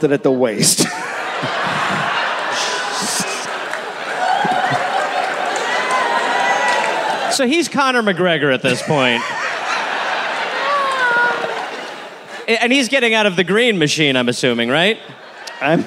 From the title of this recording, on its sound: Live in Cleveland